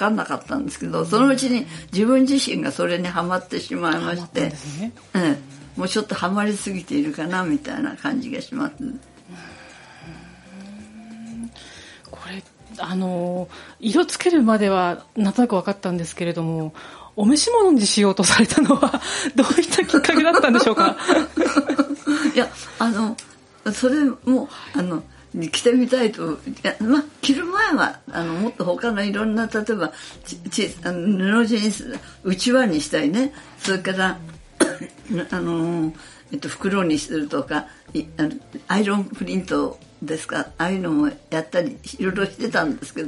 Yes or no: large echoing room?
no